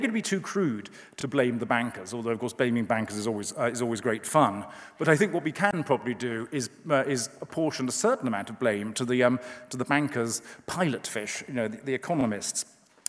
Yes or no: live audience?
yes